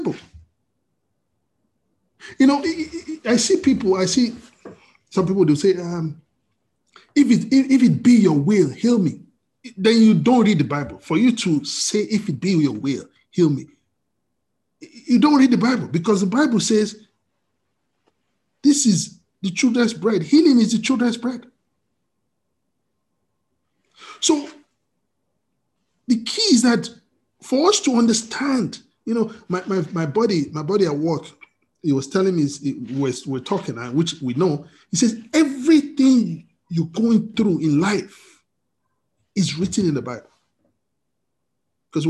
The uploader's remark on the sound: We are on Zoom now. Princeton FTLW Church will be having our Sunday services at Noon on Zoom.